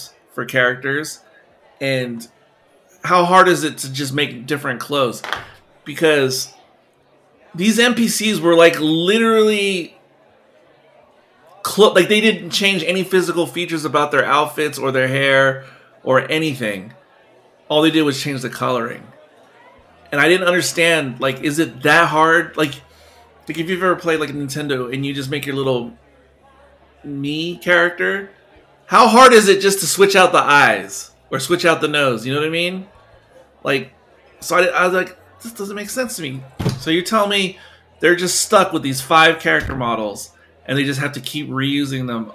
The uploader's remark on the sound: This conversation was recorded in front of live Barside Audience